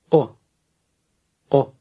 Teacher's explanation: Word number 4 has the letter O in it. It's not a long English O, but rather sounds much shorter